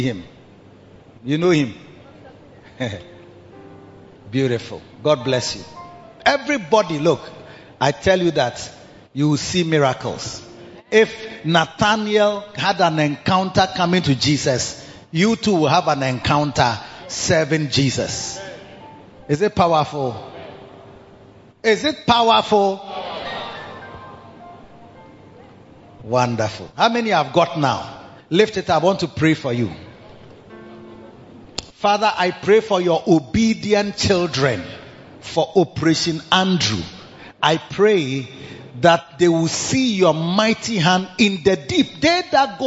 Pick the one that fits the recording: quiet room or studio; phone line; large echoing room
large echoing room